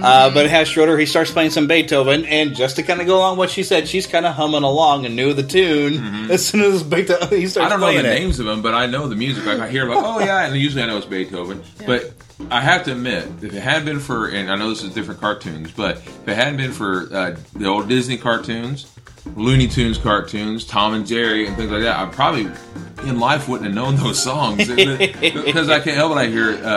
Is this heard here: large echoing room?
no